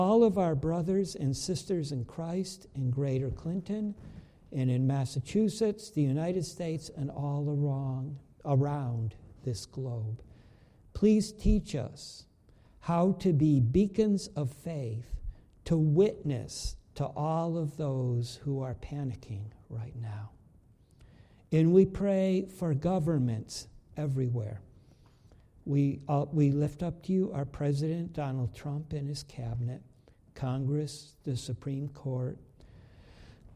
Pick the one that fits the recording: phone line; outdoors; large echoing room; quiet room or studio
large echoing room